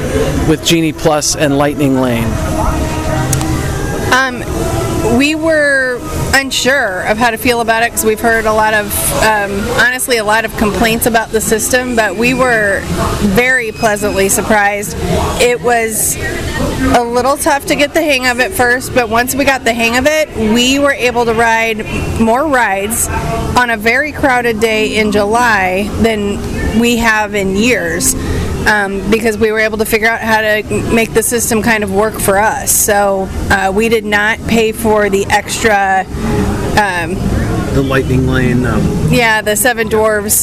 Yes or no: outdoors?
yes